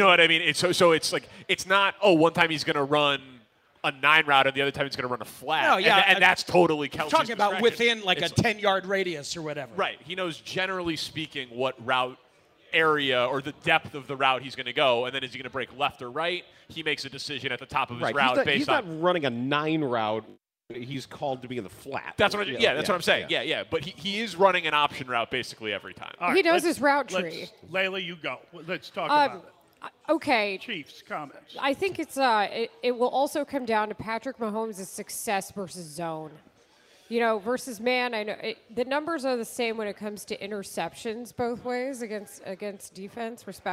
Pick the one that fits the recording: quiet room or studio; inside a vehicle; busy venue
busy venue